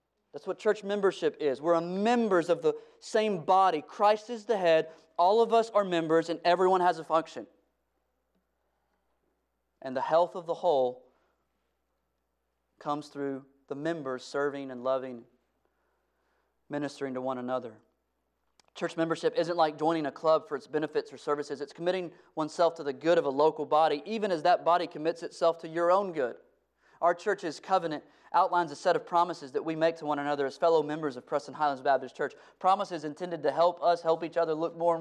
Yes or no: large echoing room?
yes